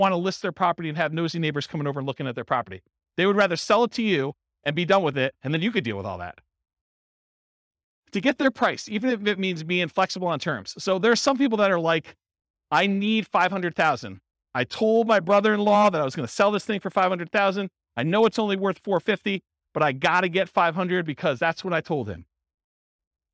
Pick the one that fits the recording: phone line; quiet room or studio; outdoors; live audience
live audience